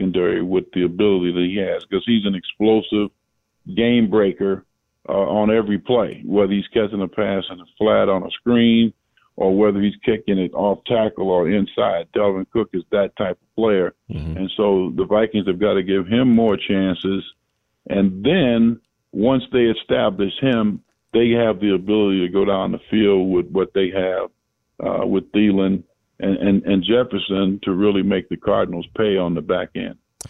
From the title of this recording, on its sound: Vikings Round 5 & 6 Conference Calls